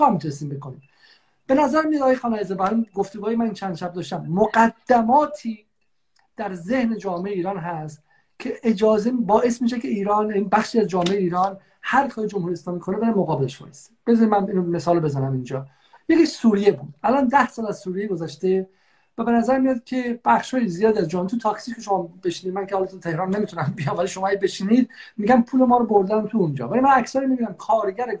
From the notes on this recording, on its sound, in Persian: در این برنامه که جمعه نوزدهم شهریور در اینستاگرام ضبط شده